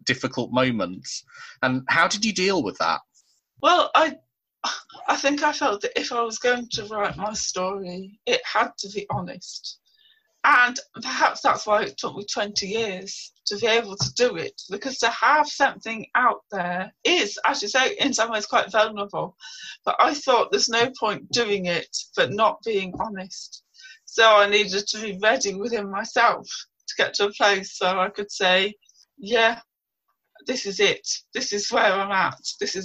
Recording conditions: video call